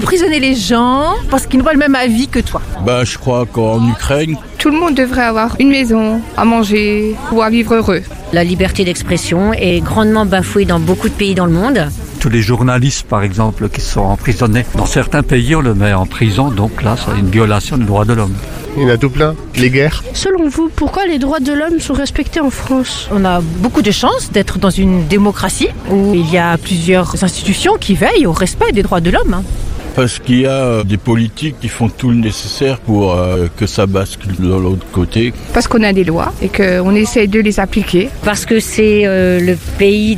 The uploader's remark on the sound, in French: un micro-trottoir au marché à Sélestat